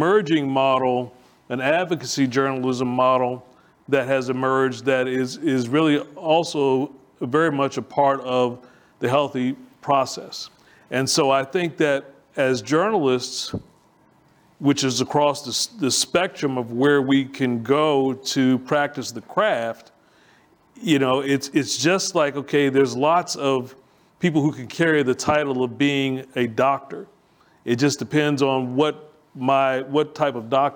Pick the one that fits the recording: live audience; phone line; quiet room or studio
live audience